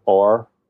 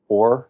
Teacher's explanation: I tend to say Or, which is more of a monophthong O · Shown in: second take